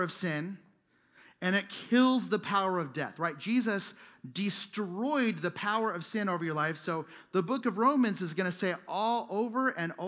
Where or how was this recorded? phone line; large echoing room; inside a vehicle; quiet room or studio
large echoing room